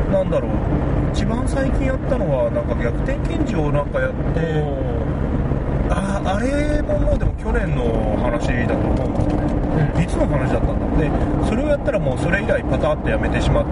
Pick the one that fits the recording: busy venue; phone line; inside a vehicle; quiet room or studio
inside a vehicle